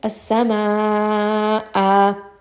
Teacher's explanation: Now, one thing that is very important to note here is that if a hamza has fathadain, it has two fathas, it has a tanween with fatha, we are not going to give it nabr and we are not going to give it sukoon. Instead, we are going to give it mad al-iwad, meaning that we're going to give it a two-count mad